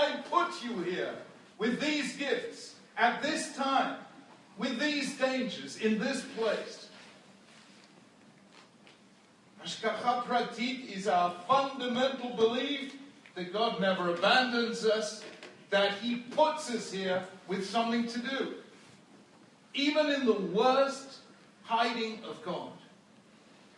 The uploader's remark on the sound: This shiur was recorded at the Bnei Akiva School in Toronto on 16th March 2016.